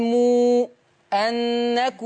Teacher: لما تيجي ميم وراها همزة نقول مو أنكم، ونعد ستة برضو